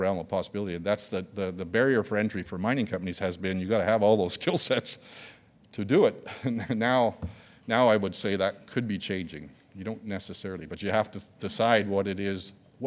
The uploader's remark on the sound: a keynote speech recorded live at The Northern Miner's Progressive Mine Forum held at the MaRS Discovery District in downtown Toronto in October 2018